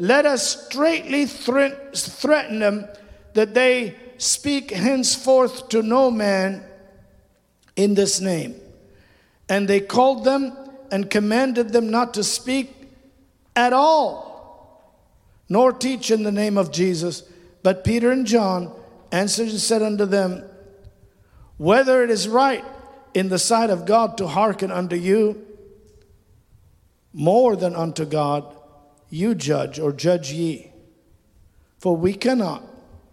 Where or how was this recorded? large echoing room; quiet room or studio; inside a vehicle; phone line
large echoing room